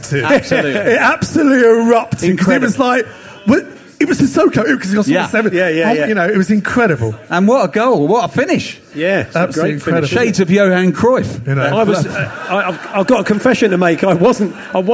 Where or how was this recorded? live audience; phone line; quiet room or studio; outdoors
live audience